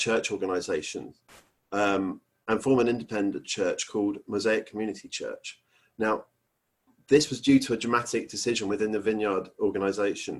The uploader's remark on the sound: Our Zoom streamed service